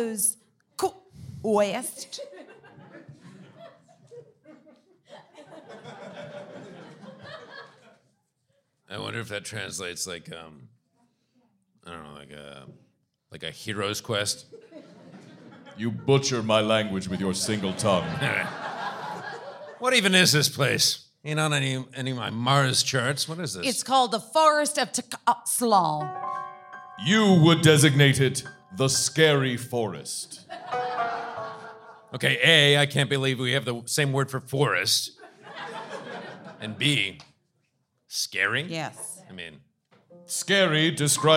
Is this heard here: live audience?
yes